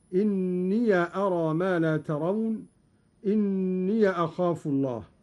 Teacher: قرأ قالون أيضا بفتح الياء فيهما